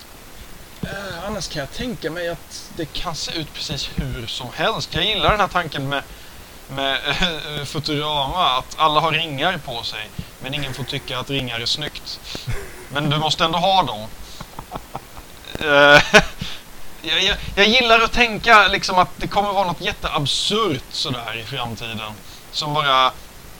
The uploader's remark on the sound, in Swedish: ljudkvalitén är fortfarande inte på topp